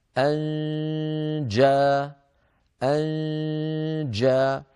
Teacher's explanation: لما نصل إلى جاء عندئذ نغلق المخرج وننطق الجيم المفتوحة